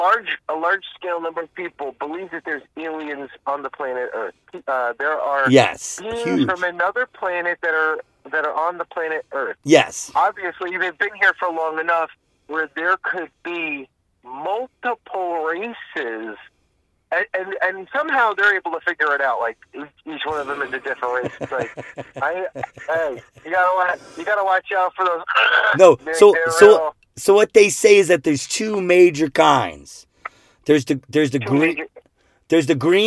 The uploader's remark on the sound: we are recording in the car